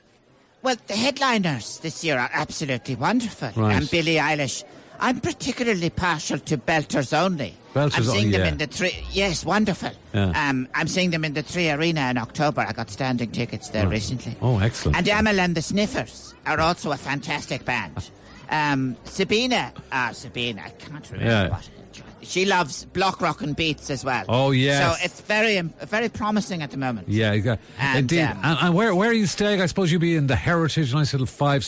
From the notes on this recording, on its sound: All roads lead to Electric Picnic this weekend, with what feels like half the country on the way to Stradbally. Live from the campsite!